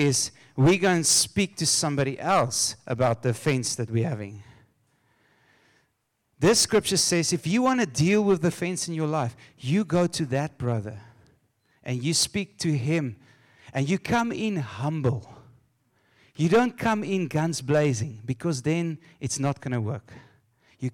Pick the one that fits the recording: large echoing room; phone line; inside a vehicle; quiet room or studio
large echoing room